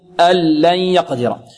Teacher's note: يعني ندغم النون في اللام، يعني النون هذه تصير لاما، ال ال ال لام تماما، هي مكتوبة نون ولكن بالإدغام تصير لاما خالصة. · Term: إدغام بغير غنة